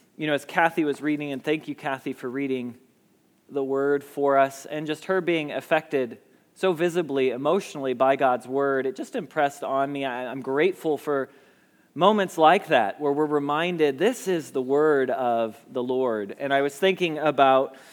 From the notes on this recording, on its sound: Message Preached at Valley Creek Church